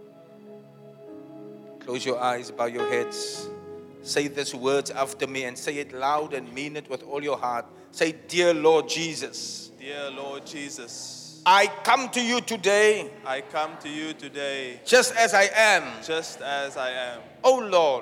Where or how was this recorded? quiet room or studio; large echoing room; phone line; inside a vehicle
large echoing room